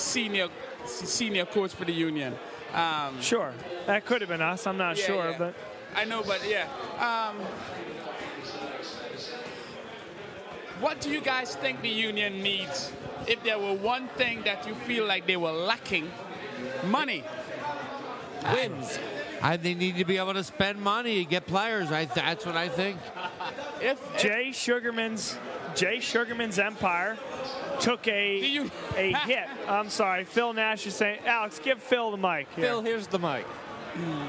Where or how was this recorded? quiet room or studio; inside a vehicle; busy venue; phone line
busy venue